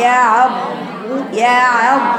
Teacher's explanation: عندك يعض دي مشددة يعني ضاد ضاد ساكنة فيها الرخاوة بينة، وبعدين ضاد ايه مضمومة.